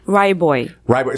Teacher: the vowel in the middle just does not exist